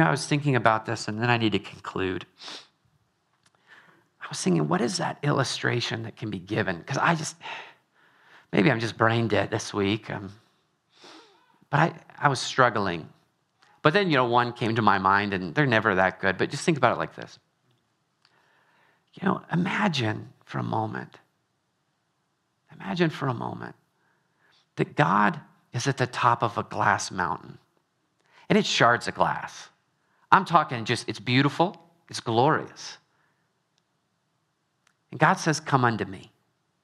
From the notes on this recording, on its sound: Trinity Anglican Church • Littleton, Colorado